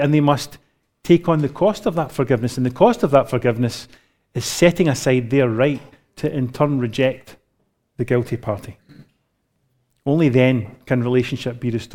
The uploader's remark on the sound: recorded live at Grace Community Bible Church